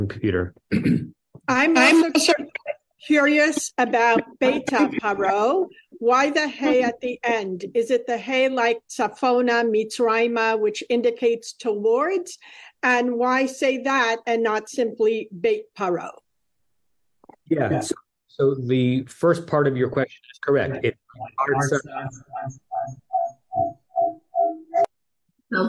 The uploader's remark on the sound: At Temple Beth Am, Los Angeles.